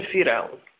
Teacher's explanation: هي دائما فرعون، إذن هي أصلية، لذلك ترقق، ترقق الراء